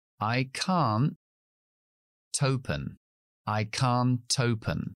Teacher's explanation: si el verbo comienza por una vocal, como en esta palabra open, entonces sí pronuncio la T. De hecho, la T es el comienzo de la siguiente palabra. · Term: linking